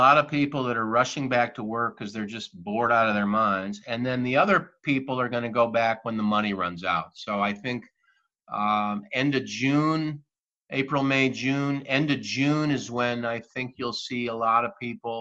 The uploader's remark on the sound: Test Show with Zoom